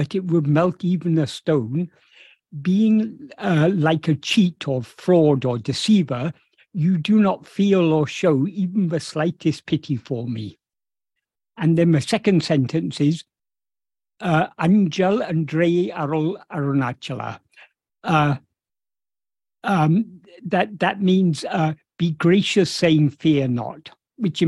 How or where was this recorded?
video call